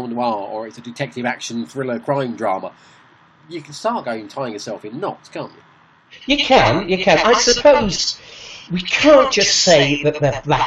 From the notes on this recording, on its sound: So, having sorted out all the things that were stopping us recording we have at it - only to discover we have new things to fix. If you can put up with the slight sound snaffoos.